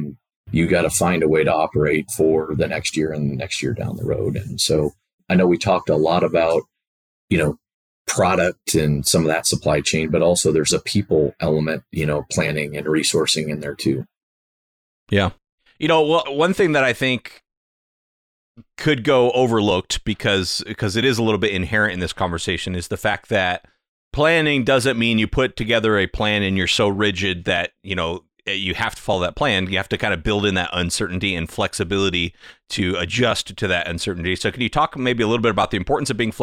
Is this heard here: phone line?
no